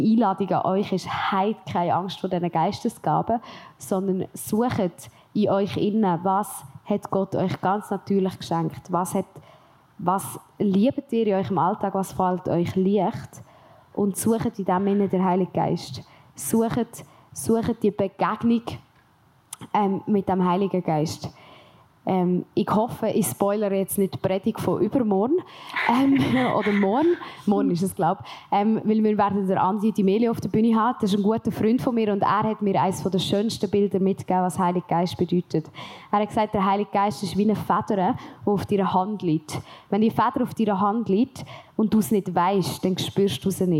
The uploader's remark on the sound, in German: LIVE vom PraiseCamp